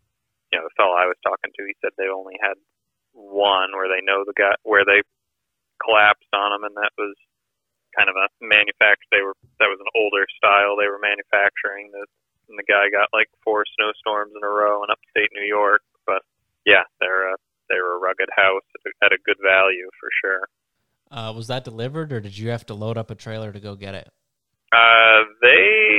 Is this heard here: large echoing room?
no